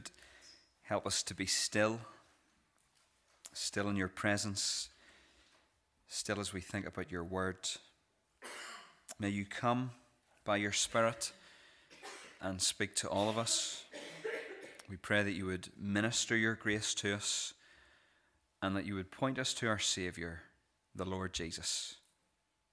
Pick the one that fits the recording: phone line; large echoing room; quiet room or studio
large echoing room